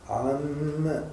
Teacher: شدد الميم، الغنة فيها قوية